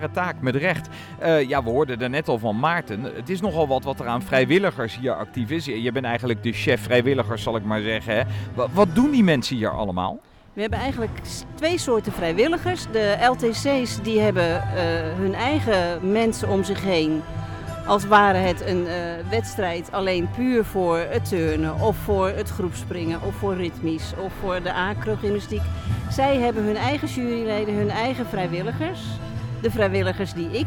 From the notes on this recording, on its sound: Een speciale aflevering van Turnpunt, opgenomen tijdens de podiumtraining in Ahoy, aan de vooravond van het NK. Een enorm evenement: veel turnsters en turners, veel verschillende disciplines, veel publiek.